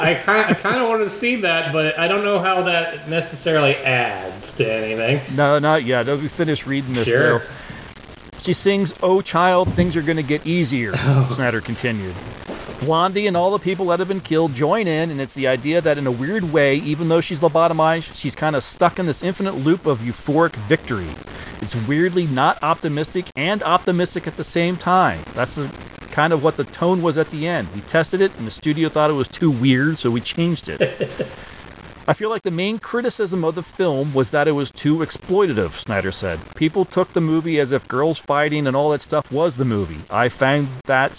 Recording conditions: poor sound quality